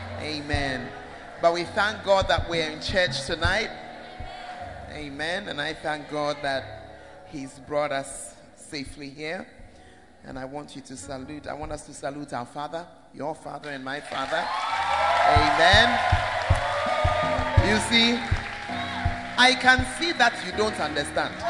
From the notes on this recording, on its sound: Preached At First Love, UCC